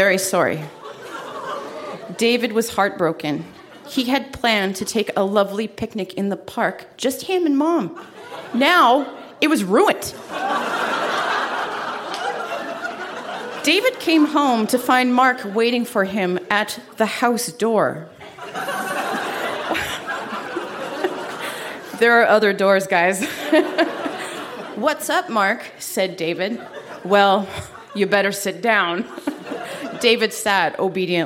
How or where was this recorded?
live audience